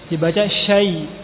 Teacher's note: dibuka dulu sya, baru kemudian masuk ke huruf ya